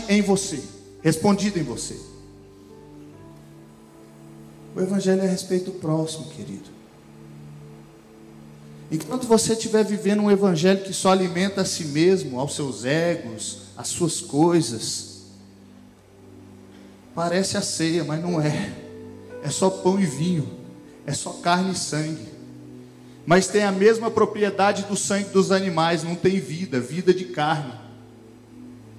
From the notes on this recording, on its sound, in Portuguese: Gravado em: 07 de janeiro de 2020 no TADEL na Igreja Batista da Paz BH